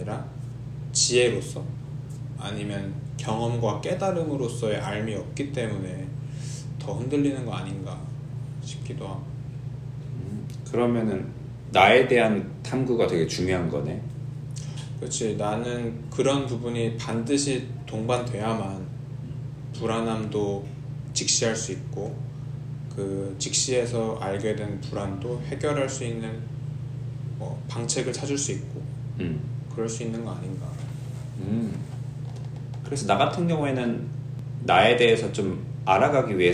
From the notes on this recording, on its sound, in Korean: 영상 속 음원을 추출하느라 음질이 좋지 않습니다.